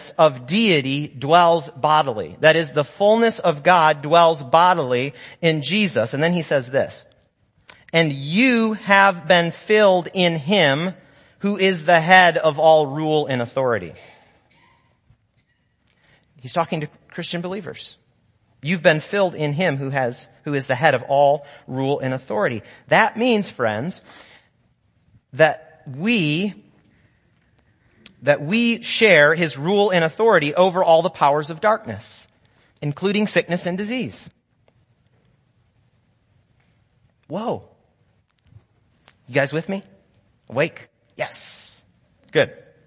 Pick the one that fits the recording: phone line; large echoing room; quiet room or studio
large echoing room